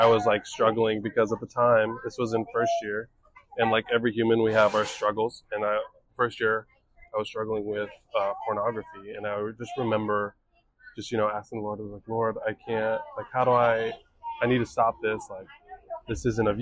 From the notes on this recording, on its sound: Excuse all of the noises in the background